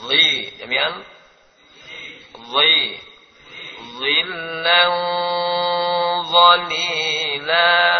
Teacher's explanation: huruf idgham ini selalu dibaca tebal, baik kasrah, dhammah, sukun, fathah, tetap semuanya tebal